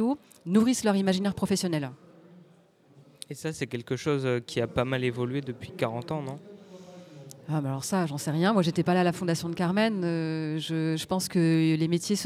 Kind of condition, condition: setting, busy venue